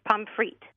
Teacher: You actually don't pronounce the S on the end of pommes frites